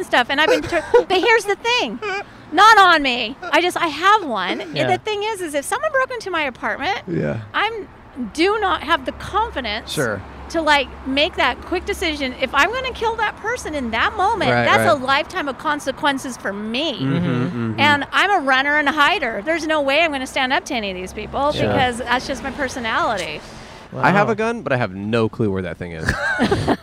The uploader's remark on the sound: In front of The Pleasure Chest on Santa Monica Blvd in West Hollywood.